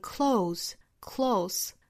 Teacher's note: 在做形容词和副词的时候，它的尾部应该是一个清音